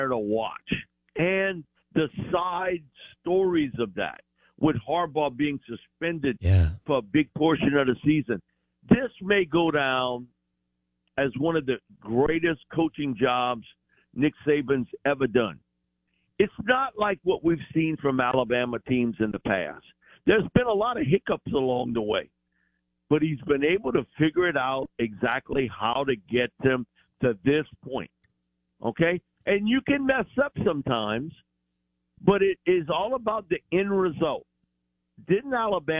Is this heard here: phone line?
yes